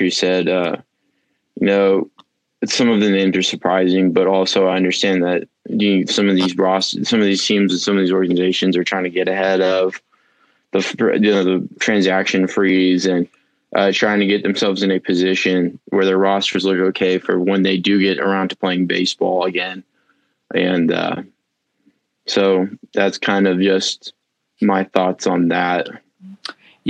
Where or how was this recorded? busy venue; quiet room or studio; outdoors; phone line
phone line